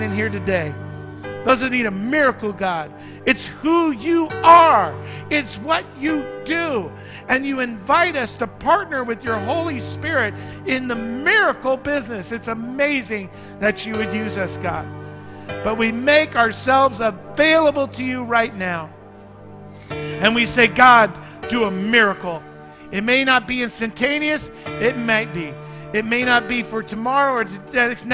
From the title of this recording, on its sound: Mt. Zion Church Live!